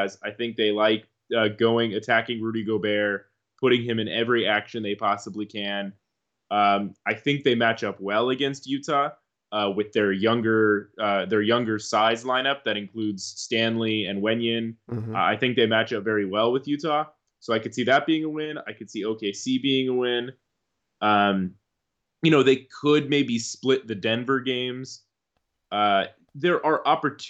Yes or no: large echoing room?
no